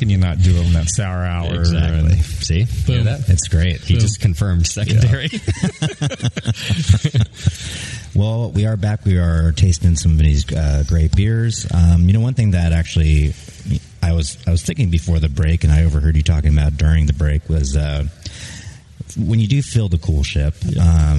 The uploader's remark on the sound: Live From Russian River Brewing Company. At his famed Russian River Brewing Company's new location in Windsor, California for some live pod.